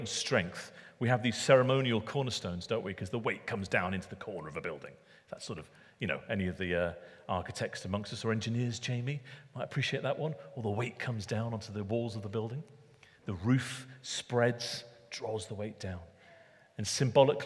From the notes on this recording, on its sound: Recorded at Middlesbrough Community Church.